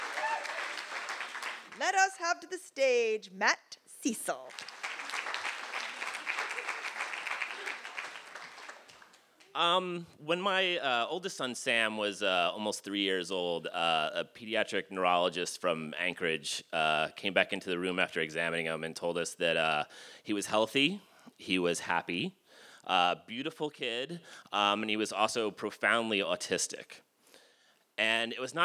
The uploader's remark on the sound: These stories were recorded in front of a live audience on August 20th, 2019 at Payomet Performing Arts Center in Truro, Massachusetts.